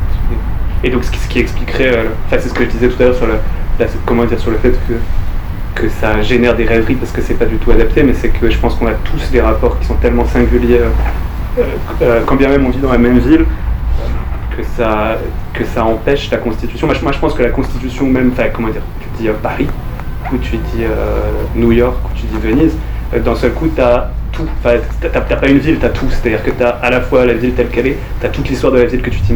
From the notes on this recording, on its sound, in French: À la Bibliothèque Rainer Maria Rilke, Paris. Prises de voix: le téléphone.